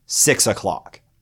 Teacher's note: 6 o'clock is seriously three syllables. If we had to give it a name of a meter, it would be dimeter because it has two stressed syllables. But it's actually missing an unstressed syllable that would go at the beginning to make it iambic dimeter or at the end to make it trochaic dimeter.